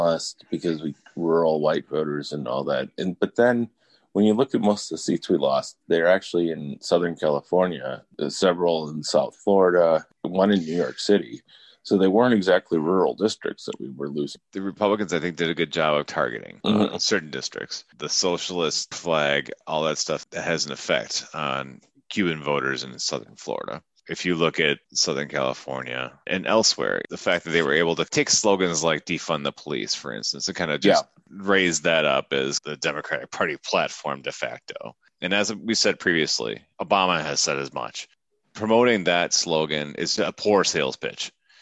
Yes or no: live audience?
no